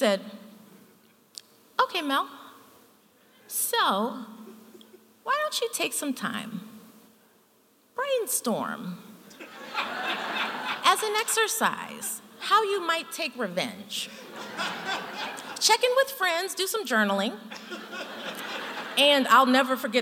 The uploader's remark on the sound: true stories told live on the Story District stage